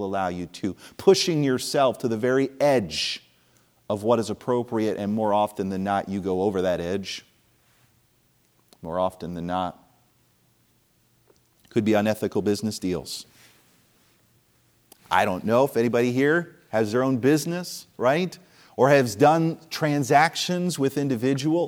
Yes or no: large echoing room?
yes